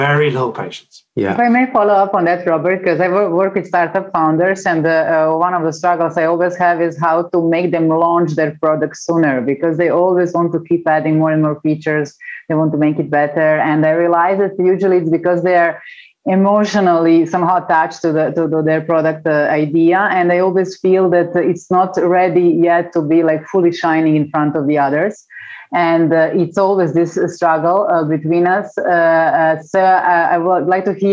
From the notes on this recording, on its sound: this episode was first recorded as a webinar in Feb 2021 and converted to a podcast so we could all enjoy it away from our screens